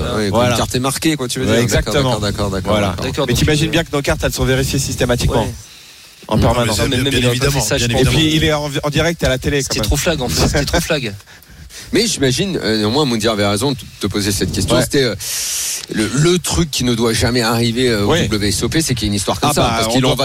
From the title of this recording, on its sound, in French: en direct des WSOP à Las Vegas